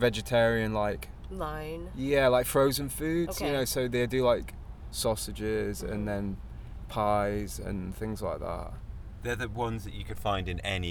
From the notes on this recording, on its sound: Recorded September 19th, 2016 at the Middle East in Cambridge, MA